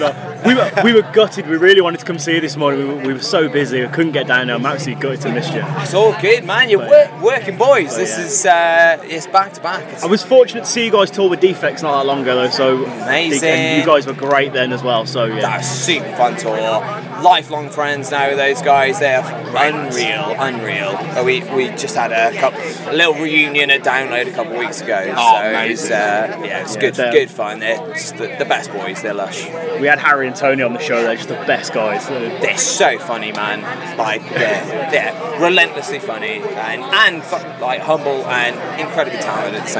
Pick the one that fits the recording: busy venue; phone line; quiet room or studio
busy venue